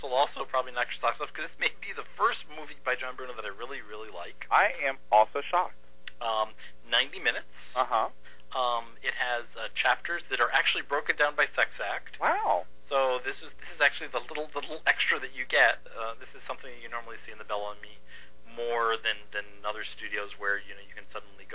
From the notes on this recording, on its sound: had to phone in this podcast!